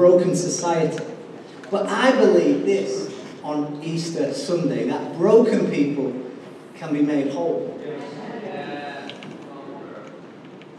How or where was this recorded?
large echoing room